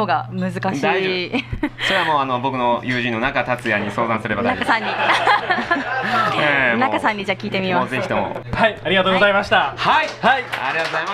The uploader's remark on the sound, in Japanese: オーガニックワインバー喃喃 麻布十番ストアより公開収録！会場にいるリスナーの悩みに。